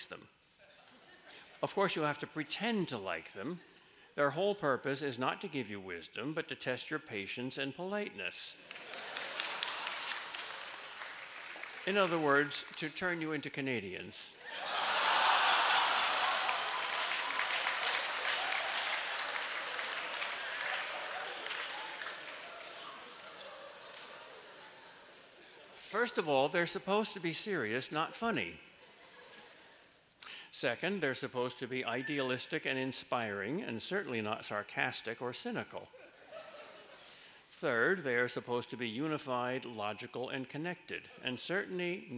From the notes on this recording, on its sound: delivered the Commencement Address at the 2014 Commencement.